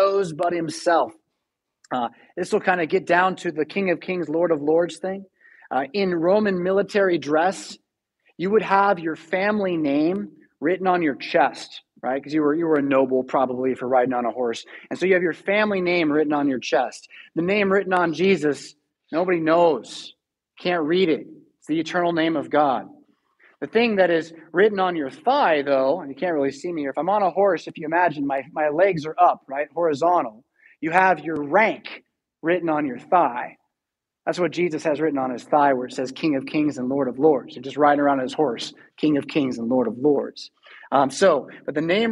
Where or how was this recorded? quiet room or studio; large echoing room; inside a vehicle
large echoing room